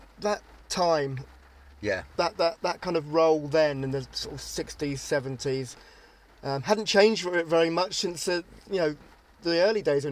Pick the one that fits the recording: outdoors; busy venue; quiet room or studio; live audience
outdoors